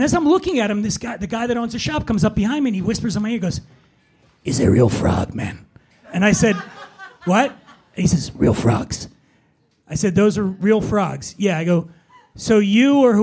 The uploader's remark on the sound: This episode was recorded live at The Stand Comedy Club in New York City. Is joined on stage by comedians.